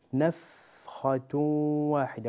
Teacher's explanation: لكن تنبه يا بني، كلمة نفخة لا تقلقل الفاء فيها، نفخة واحدة، ولا تقول نفخة، لا يصح، الفاء ليس من حروف القلقلة، إذن نسكن حرف الفاء